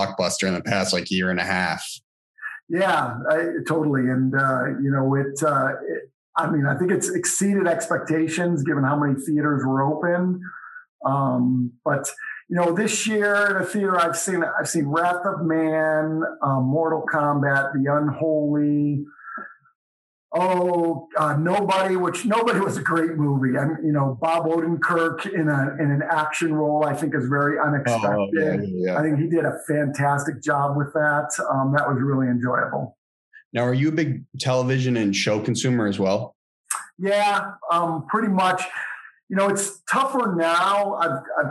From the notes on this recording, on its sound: sat down over Zoom